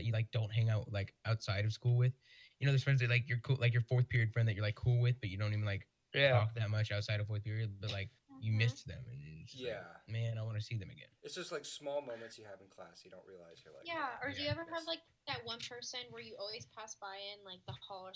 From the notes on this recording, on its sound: Please mind the audio! The team is working on getting the perfect audio, we must start somewhere!